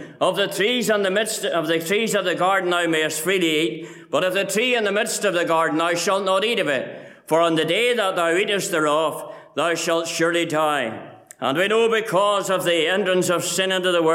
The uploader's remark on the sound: Listen to the Gospel Audio from Ballyclare Gospel Hall.